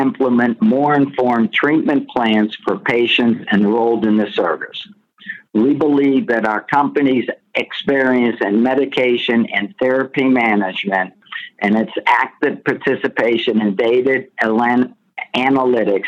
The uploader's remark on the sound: Progressive Care Conference Call May 2022.